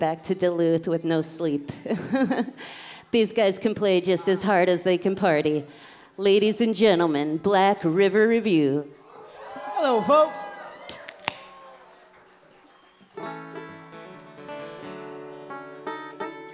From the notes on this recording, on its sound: Came to Boats and Bluegrass to have some fun. LIVE from Boats and Bluegrass 2023.